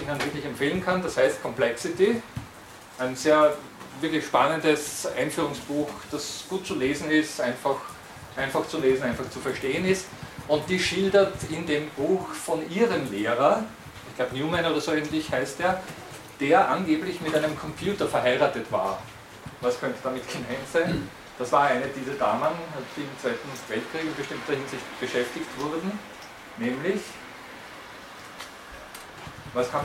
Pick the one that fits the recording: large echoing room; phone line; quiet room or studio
large echoing room